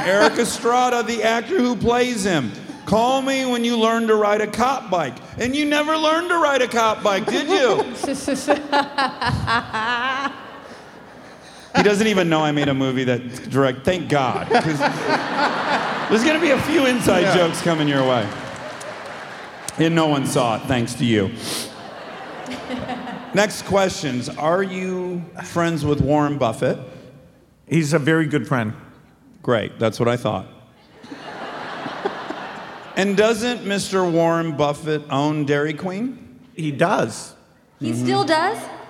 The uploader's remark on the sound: Armchaired & Dangerous Live from Seattle at the Paramount Theater.